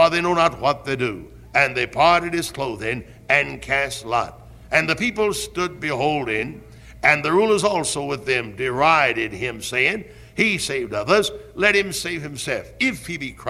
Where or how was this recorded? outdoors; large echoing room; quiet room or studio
large echoing room